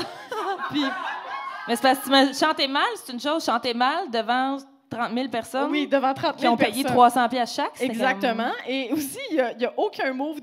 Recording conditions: live audience